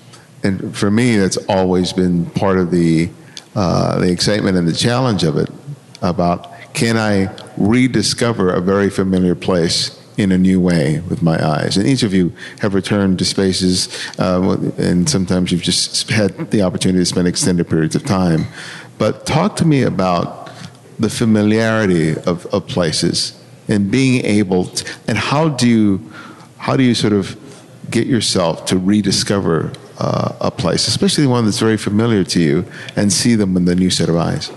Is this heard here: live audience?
yes